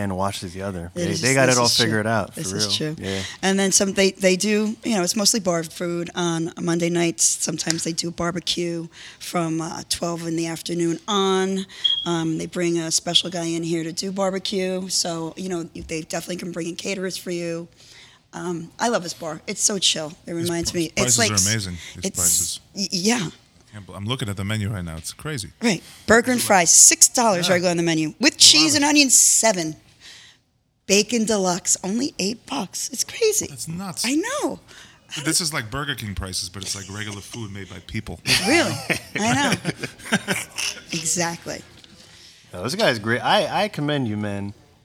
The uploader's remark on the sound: at Big Billy's Bar and Grill